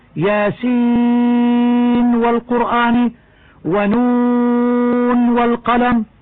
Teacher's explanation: أن تقرأ بإظهار النون دون الإدغام من ياسين والقرآن ونون والقلم